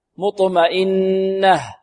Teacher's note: فعند الوقف عليها لابد من إيضاح الهاء